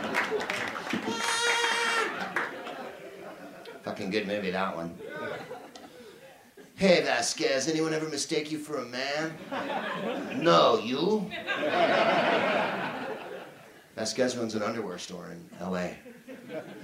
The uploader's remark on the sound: Live from the Soho Theatre in London